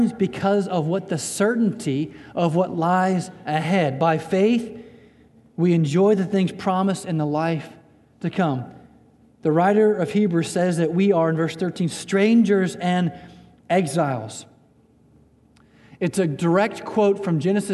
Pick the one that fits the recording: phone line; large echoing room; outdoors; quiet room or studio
large echoing room